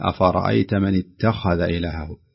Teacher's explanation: ترقيق التاء وتفخيم الخاء وترقيق الذال